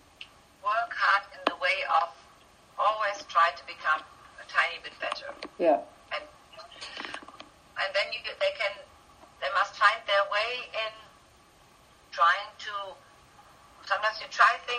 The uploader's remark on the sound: I wasn’t 100% sure to put this one up as a podcast or not because the quality isn’t great. It was done on Skype, which is not my favourite form of interviewing.